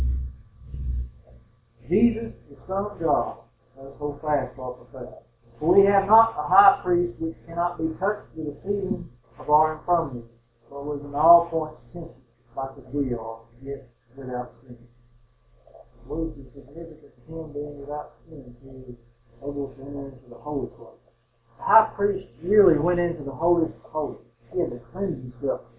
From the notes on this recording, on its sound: The sound quality in this sermon is not as good as our usual sermons